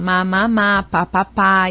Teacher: principalmente os fonemas dos bilabiais, que é o p, b, m